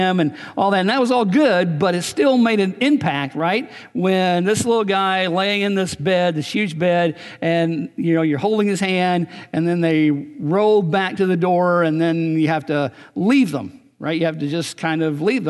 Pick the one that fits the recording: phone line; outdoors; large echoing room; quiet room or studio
large echoing room